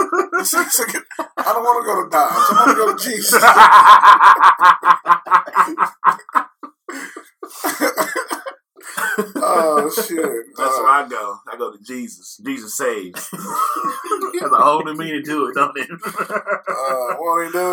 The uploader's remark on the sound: The sound this week is not our usual quality please excuse us